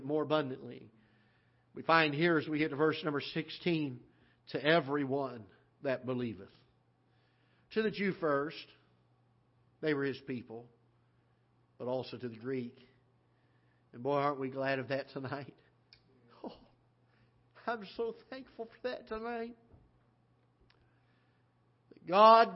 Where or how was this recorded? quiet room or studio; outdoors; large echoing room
large echoing room